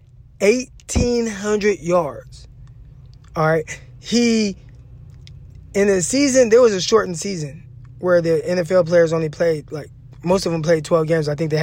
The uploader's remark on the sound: records live from 49ers training camp